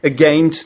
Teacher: Be careful, the stress is on the second syllable if you talk about the pronunciation, against. So it starts with the schwa sound, and then you have gainst